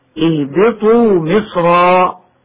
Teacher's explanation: أما كلمة مصرا المنونة بالفتح بسورة البقرة فلا خلاف في تفخيمها وصلا ووقفا هكذا: اهبطوا مصرا فإن لكم ما سألتم. ويبدل التنوين ألفا عند الوقف